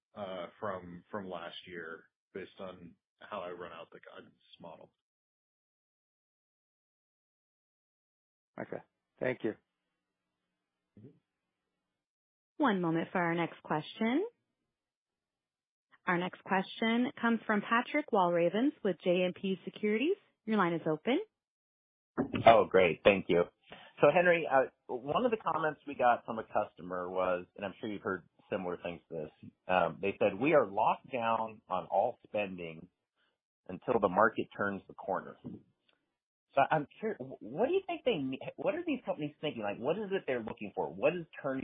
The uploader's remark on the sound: Q2 2023 Earnings Call